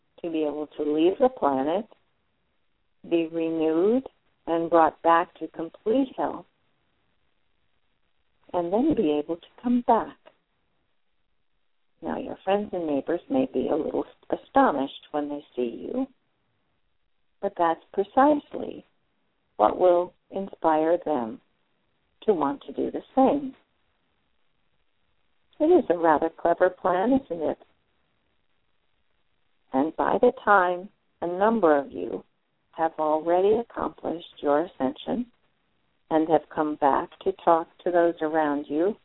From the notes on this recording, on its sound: Callers can call. Personal responses to callers during the special call-in segment.